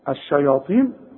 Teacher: والطاء مفخمة لكن مكسورة، اخر درجات التفخيم